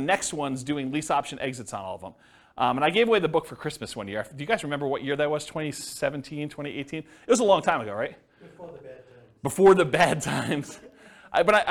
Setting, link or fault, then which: setting, live audience